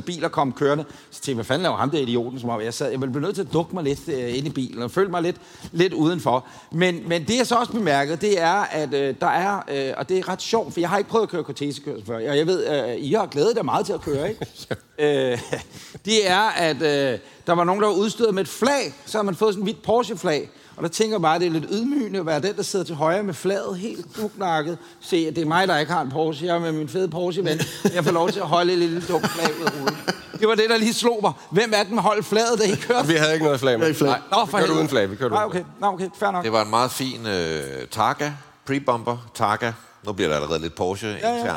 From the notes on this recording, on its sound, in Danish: LIVE fra Jyllands Porsche-fest! Graukasse med publikum! Derfor laver vi en LIVE-optagelse når Porsche i Vejle fejrer sin 5 års fødselsdag. Husk at lydkvaliteten er lidt anderledes på vores live-optagelser. Vores lydfolk siger at det giver en autentisk stemning.